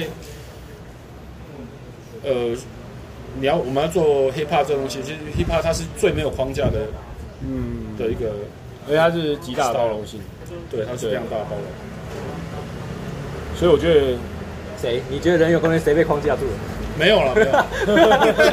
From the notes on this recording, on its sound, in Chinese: 錄音地點：台南 牽咖啡